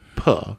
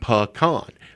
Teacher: P with a schwa E at the end behind it, puh, and K-A-H-N, pecan.